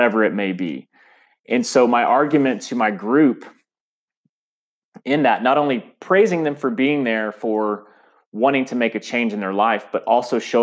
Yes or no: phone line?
no